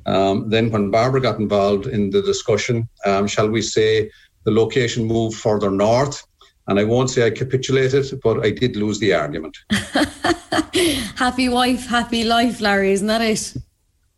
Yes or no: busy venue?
no